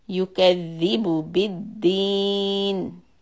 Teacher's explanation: push on the letter ذال يكذب and keep the ba dhamma short